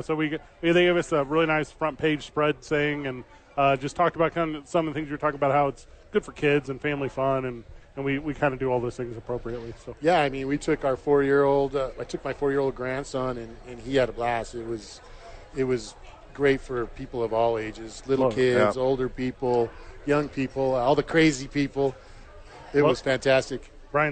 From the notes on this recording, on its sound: live from Sadies